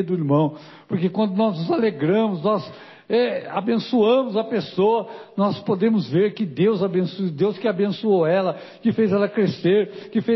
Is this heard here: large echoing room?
yes